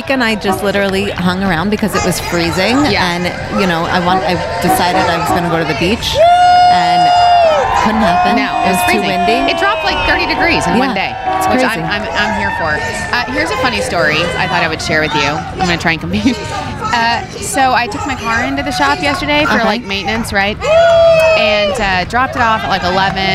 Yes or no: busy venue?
yes